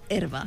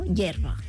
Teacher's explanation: I en castellà, doncs cal destacar que per les seves lleis d'evolució fonètica pròpies d'aquesta llengua, la primera E llatina la converteixen en un diftong i fa ye · Shown in: second take